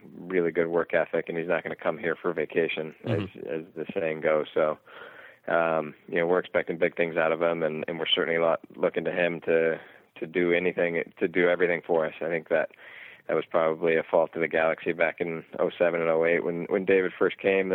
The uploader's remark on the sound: called into the show